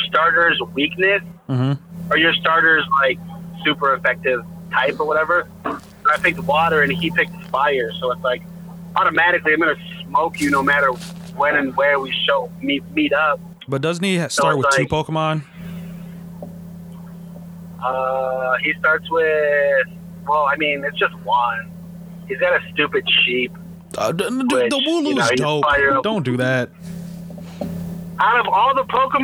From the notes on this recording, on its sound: call in while on the road